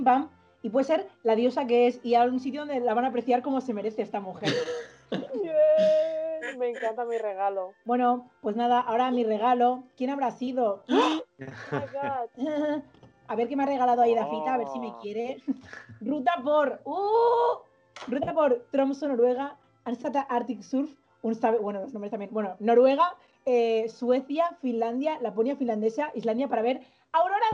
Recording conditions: video call